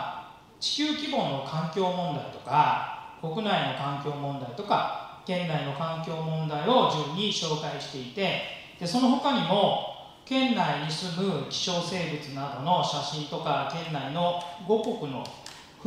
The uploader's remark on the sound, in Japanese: 11/27公開録音Part1